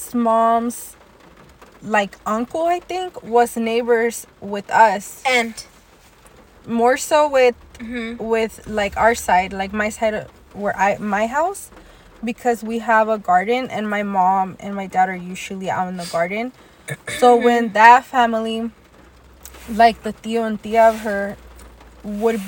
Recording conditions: background noise